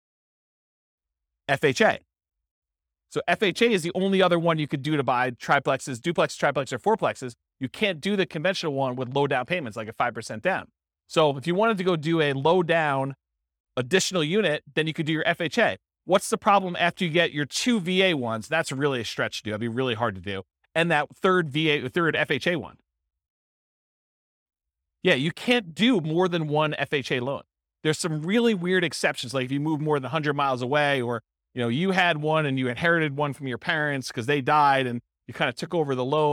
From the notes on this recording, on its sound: This was a live class recorded